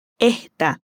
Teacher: aspira la S en esta